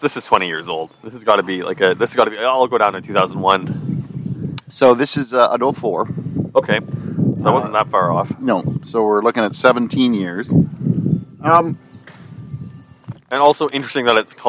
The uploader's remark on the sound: It has also been awhile since the guys were able to get together face to face. This podcast was recorded at the Grape Guys backyard following the COVID-19 guidelines.